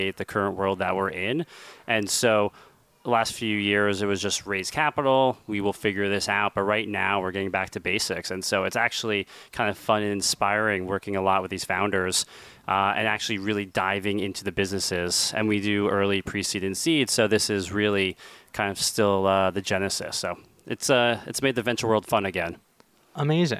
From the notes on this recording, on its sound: This special edition of Uncharted was recorded live at the annual Uncharted Summit in Southampton.